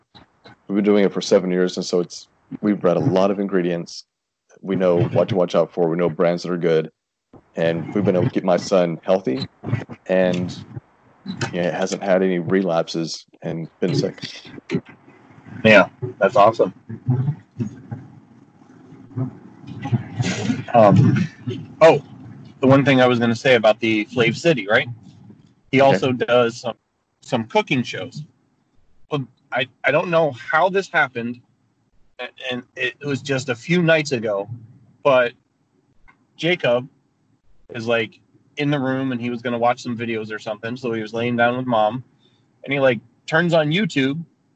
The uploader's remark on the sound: quick chat in my car